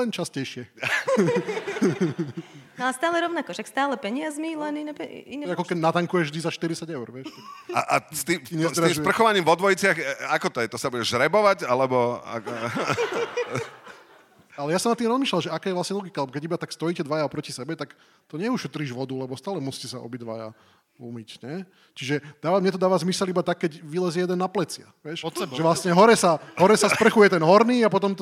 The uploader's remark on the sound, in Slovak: Naživo zo Žiliny. Dnes nahrávané prvýkrát a možno aj naposledy naživo na Žilinskom literárnom festivale. Niečo sa nám aj nenahralo, ale niečo sa nahralo.